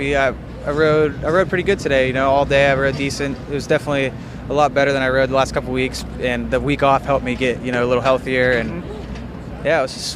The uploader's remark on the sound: Budds Creek 2013 Post-Race Interviews